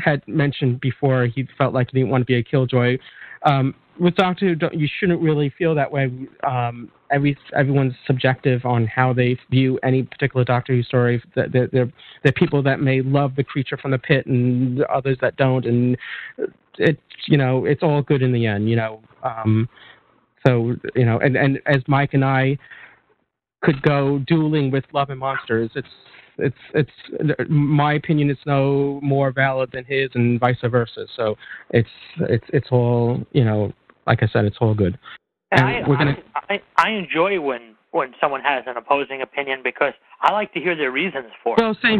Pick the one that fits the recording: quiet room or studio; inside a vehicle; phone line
phone line